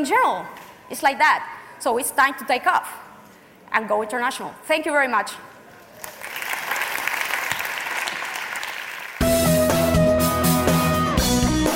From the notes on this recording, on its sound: we are presenting a talk from April’s BrightonSEO conference